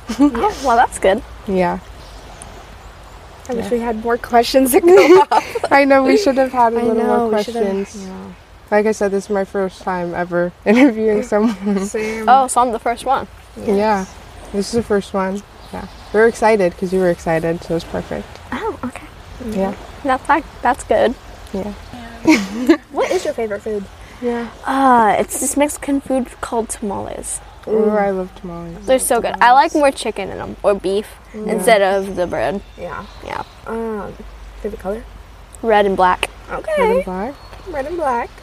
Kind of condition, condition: fault, sounds in the background